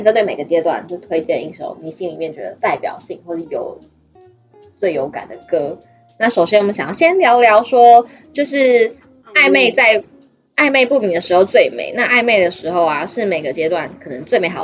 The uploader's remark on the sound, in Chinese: 本集內容因技術問題，音質不如預期